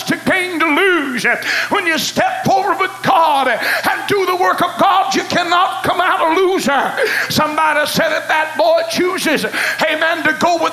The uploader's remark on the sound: The Best Choice is an excerpt taken from Choices which was preached at First Apostolic Church, January 19, 1993.